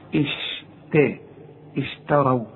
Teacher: فرقق لي الشين ورقق لي التا، واوعى تطلعها لي طاء